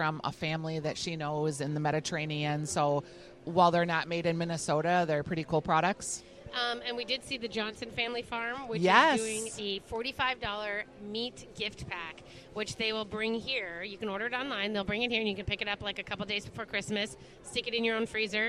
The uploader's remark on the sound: Live at Plate and Paracel Holiday Market